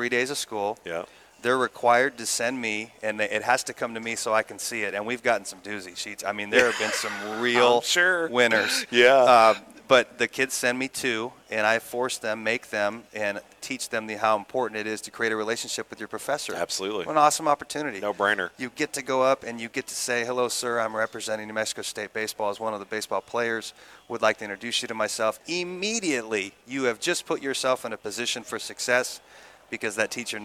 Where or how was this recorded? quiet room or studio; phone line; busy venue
busy venue